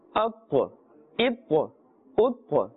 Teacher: the ta is part of the huruf musta'aliyah, letters of the musta'aliyah, therefore it must be pronounced with a full mouth.